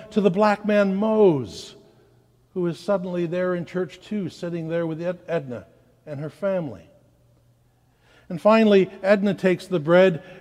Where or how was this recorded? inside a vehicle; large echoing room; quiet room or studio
large echoing room